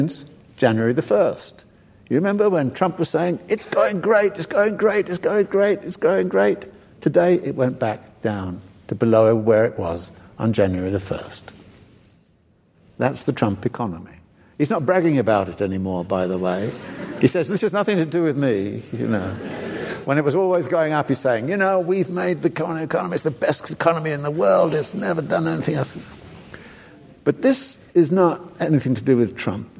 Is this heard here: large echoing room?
yes